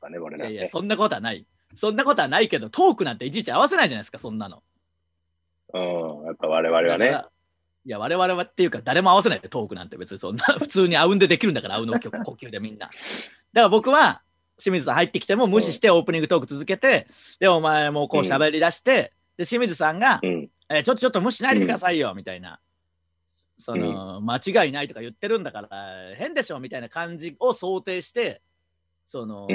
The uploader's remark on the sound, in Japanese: 状況を鑑みて、大事をとって久しぶりのZoom収録です。